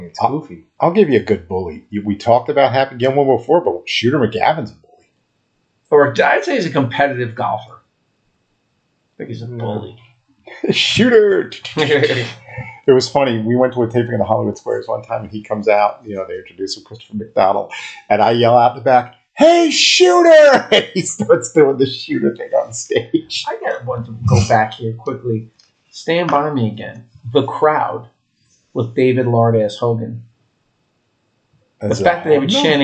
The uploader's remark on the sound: this is the final episode with the audio issues so we apologize in advance.